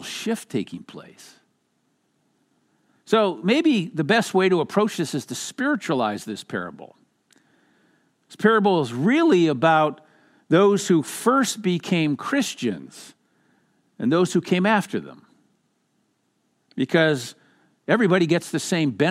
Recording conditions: large echoing room